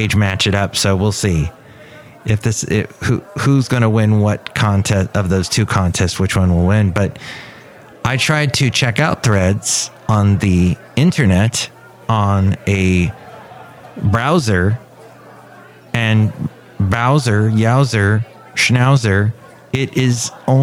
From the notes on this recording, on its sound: podcasts live from Café Anyway